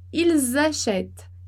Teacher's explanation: a gente não pronuncia o ENT no final do verbo